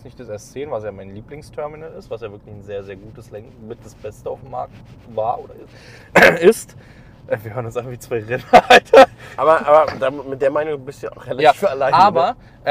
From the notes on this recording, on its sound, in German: auf dem Heimweg haben sie den Podcast zusammen im Auto aufgenommen